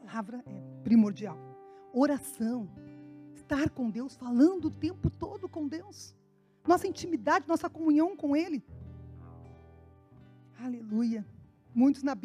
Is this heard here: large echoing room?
yes